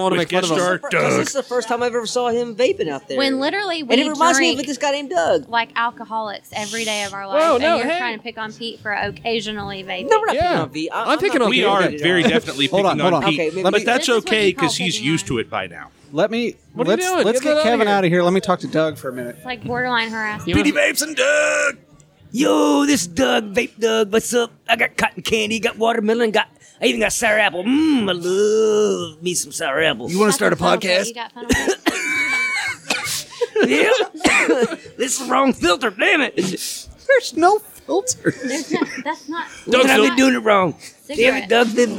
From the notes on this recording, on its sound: OHHAP Live from Deviate.